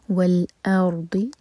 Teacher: حمزہ light اور را ساکن ہیوی اور ضاد زبان کے سائڈ سے